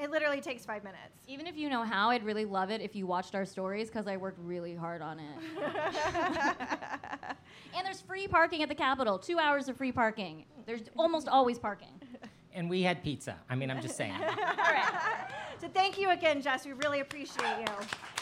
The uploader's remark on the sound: This week we recorded our first ever LIVE podcast at the Austin Young Democrats meeting at Cheer Up Charlies.